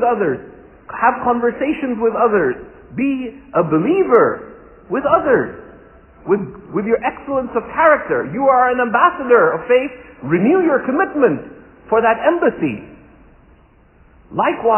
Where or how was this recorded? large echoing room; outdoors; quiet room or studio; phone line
large echoing room